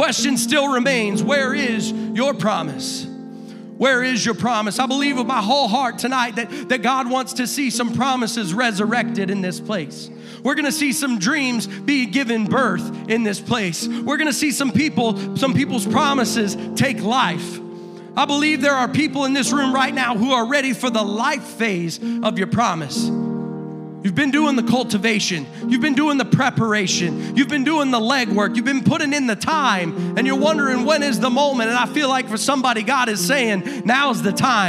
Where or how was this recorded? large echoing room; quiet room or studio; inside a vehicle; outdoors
large echoing room